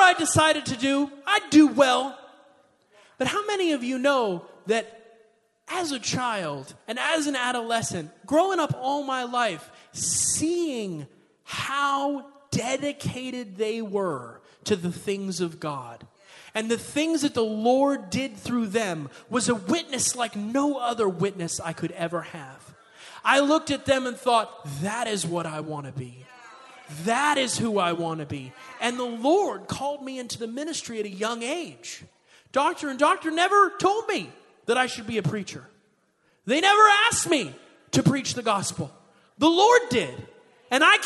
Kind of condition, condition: setting, large echoing room